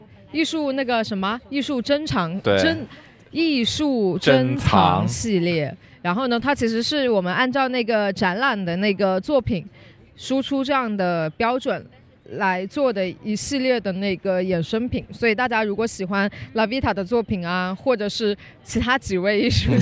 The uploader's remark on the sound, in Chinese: 上周末（3月20日与21日）一树Arbre在深圳华侨城创意园的T街摆摊。三位主播也在现场做了一次录音，介绍和讨论现场售卖的商品。户外录音挺有趣的。